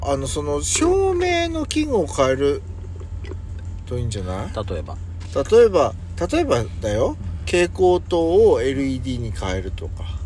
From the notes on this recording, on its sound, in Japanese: パーキング収録